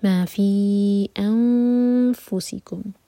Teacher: اخفا ایسے کریں گے کہ فا کے لیے ہماری زبان تیار ہو